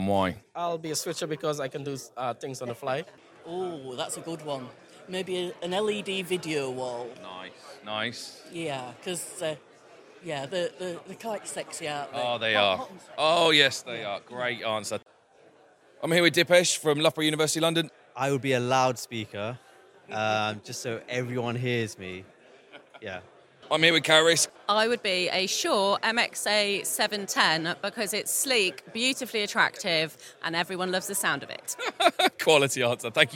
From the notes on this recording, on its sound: LTSMG TAKEOVER. Recorded a takeover show interviewing all of the sponsors and delegates and even got to try some axe throwing.